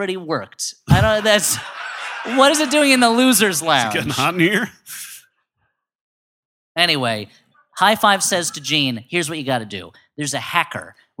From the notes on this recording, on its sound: We dig out a live show from the vaults. Specifically, our San Francisco show.